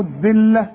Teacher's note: الذلة طلع لسانك واللام مرققة